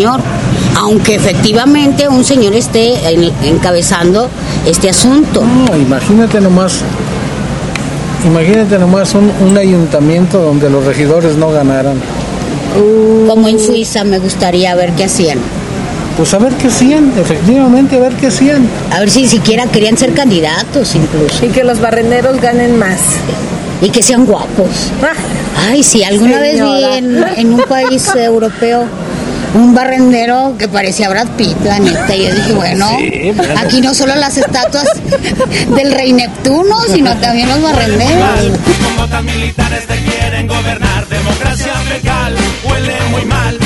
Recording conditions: background noise